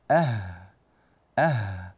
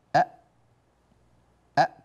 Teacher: والهاء تخرج من منطقة أعلى قليلا من الهمزة. فلو قلنا إن الهمزة هنا، الهاء تكون هنا.